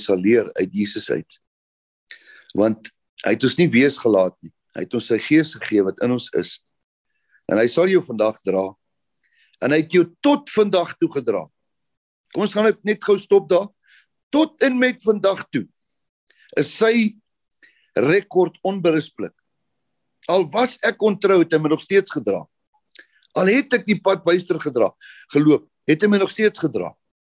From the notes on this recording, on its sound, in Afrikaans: Manne van die Woord Zoom Byeenkoms 11 Maart 2022